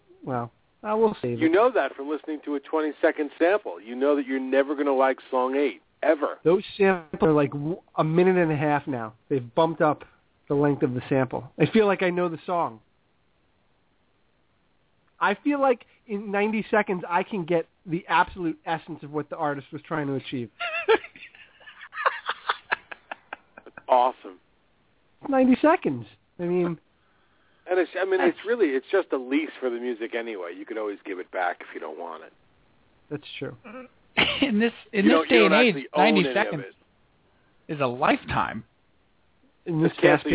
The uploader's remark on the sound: called